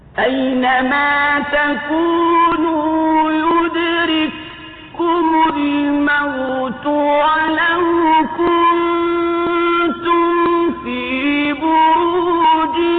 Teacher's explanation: نجد أن الكاف الأولى الساكنة في يدرككم قد أدغمت في الكاف الثانية فأصبحت حرفا واحدا مشددا · Term: إدغام متماثلين